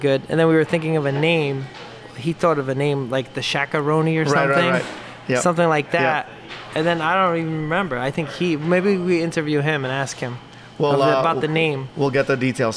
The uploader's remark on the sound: Owner of New Jersey’s Nino’s Pizza. Recorded in the best place on earth: a beloved local pizzeria.